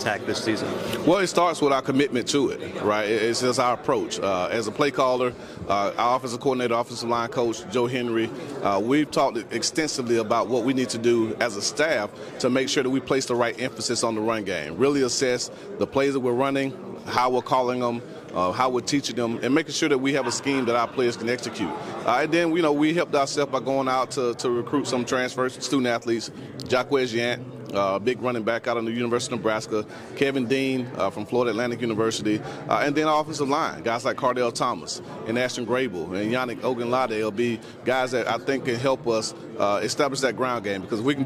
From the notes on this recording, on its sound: live from SWAC Media Day in Birmingham, Alabama